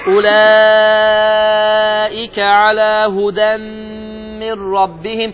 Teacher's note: Fikir verin, əlifdir, sonra vavdır. Amma vav oxunmadı. Çünki biz əsl vavı oxusaydıq, gərək deyərdik ki, Ulaika, Ulaika, iki hərəkə.